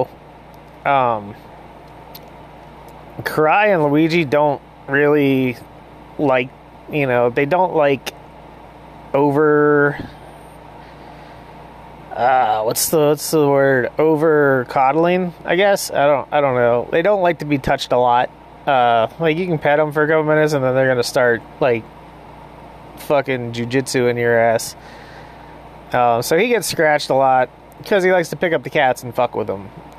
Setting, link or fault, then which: fault, sounds in the background